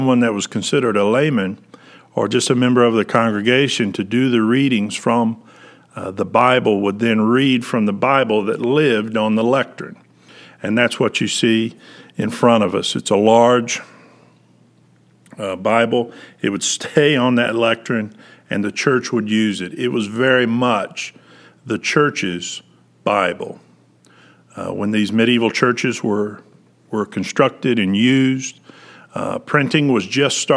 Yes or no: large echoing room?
yes